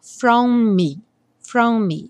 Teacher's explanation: os dois M's vão soar um só